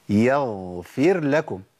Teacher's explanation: الغين لابد من تمكين صفه الجهر اللي هي انقطاع النفس